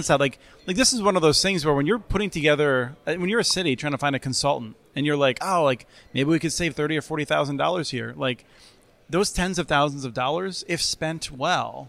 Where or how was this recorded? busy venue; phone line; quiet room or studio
busy venue